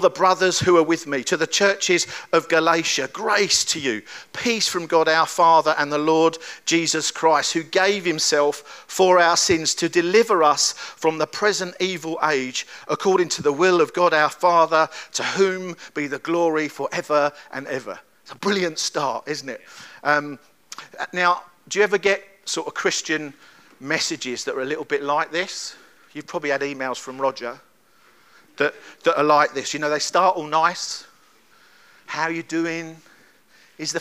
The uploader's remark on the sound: At Kings Church, Cockermouth, as an audio file.